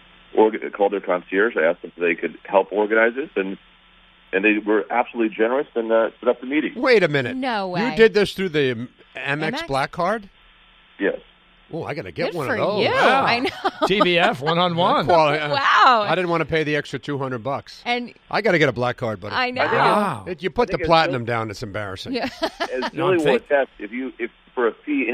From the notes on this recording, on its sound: Listeners call